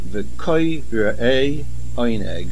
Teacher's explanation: the resh has a shivano and the main accent on the kuf. This is the rule of nasoig achor. · the main accent of the word v'koyre'e is on the kuf. Generally, the main accent would be v'koyre'e on the aleph.